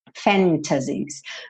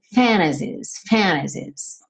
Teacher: muito comum, especialmente no inglês americano, que esse T suma · Shown in: second take